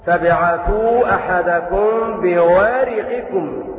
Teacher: وقرأ باقي القراء تبعثوا أحدكم بورقكم بكسر الراء